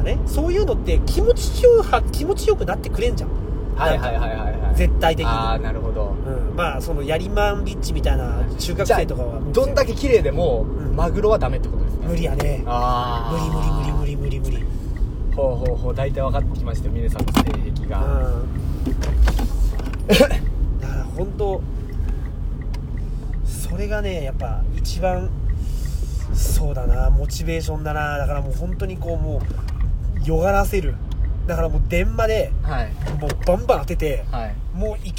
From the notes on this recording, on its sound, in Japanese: 仕事終わりに営業車の中にこもって